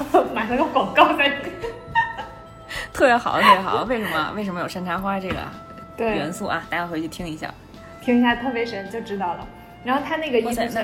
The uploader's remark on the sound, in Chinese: 由于是隔着次元壁的合作录音，美少女都自带回音